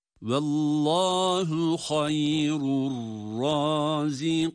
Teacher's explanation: hem meddi arız ile uzatarak duruyoruz hem de nunun gunnesini yine duyuruyoruz